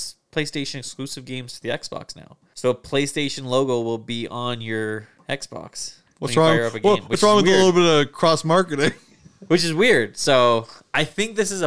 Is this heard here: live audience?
no